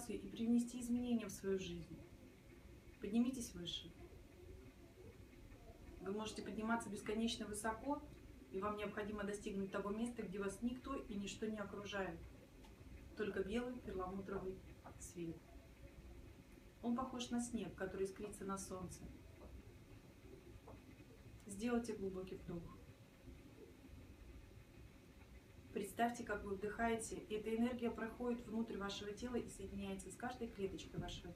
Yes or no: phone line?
no